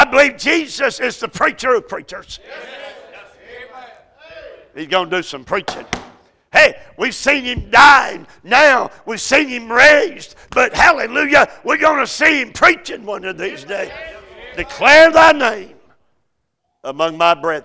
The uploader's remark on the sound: A message series preached at Crossroads Baptist Church by Dr.